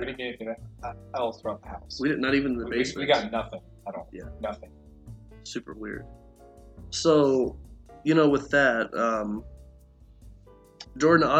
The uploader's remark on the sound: Minor audio quality issues.